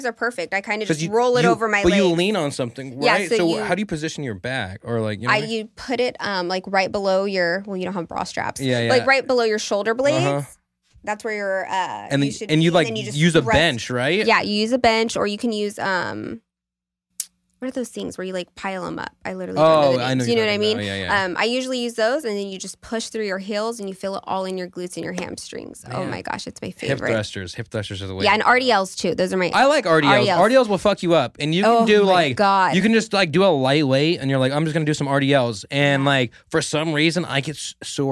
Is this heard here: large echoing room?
no